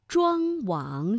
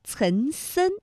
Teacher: 这明显呢是从这个鼻子后方脑中央的位置发出了气流，而岑参，哎，它的气流呢是比较靠近我们的口腔前部的 · Term: 前后鼻音